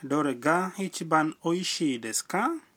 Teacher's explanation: Mwishoni mwa sentensi na kupandisha kiimbo chako, sentensi inakuwa swali.